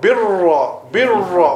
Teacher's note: ليس البر أن تولوا وجوهكم قبل So although the Ra with the tashdeed is two Ra's, right? It's two Ra's, but both of them would be read with a full mouth. ليس البر بر بر full mouth.